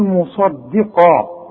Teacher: الصاد مفخمة والقاف مفخمة، الدال مرققة